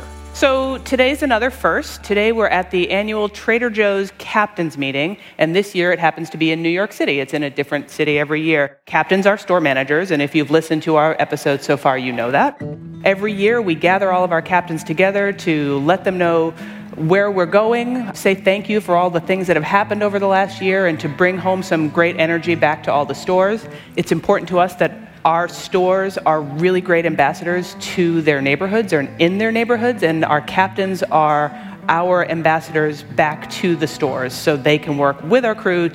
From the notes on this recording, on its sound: We come to you live (well, we recorded it live) from the Trader Joe’s Annual Captains Meeting. Every year, we gather every Captain from every Trader Joe’s across the country together.